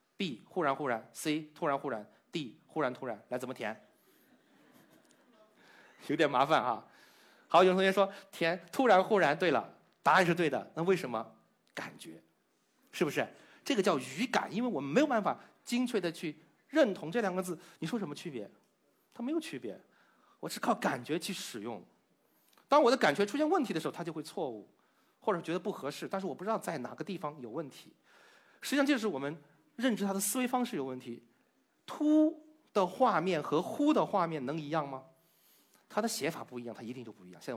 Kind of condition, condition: setting, live audience